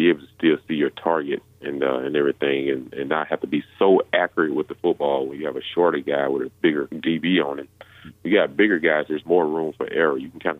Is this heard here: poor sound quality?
no